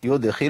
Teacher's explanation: عندي الدال مقلقله، اقول القلقله هنا تبقى ضعيفه